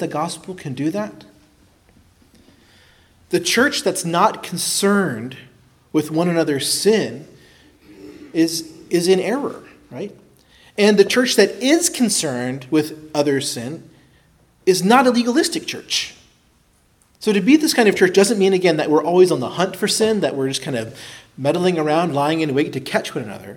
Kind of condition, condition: setting, large echoing room